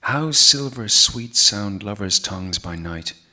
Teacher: His language, rich with sibilant sounds, is close to music.